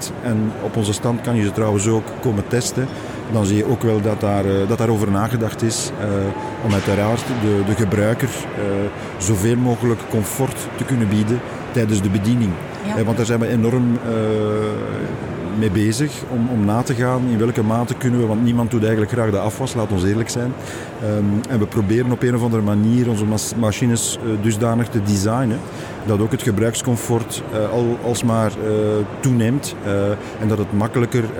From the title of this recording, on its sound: Horeca Expo Live